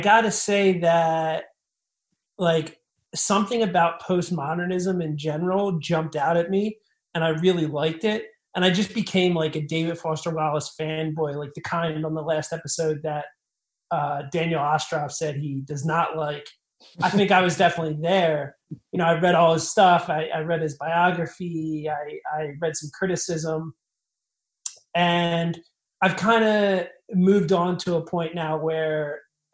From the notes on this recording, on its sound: Had some recording issues with this one, did my best to make the mix listenable